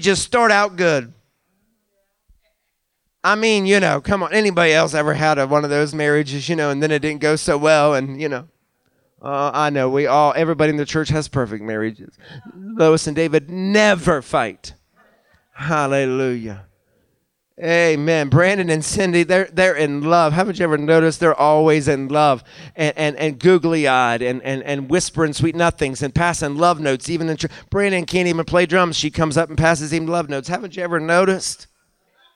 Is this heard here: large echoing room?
yes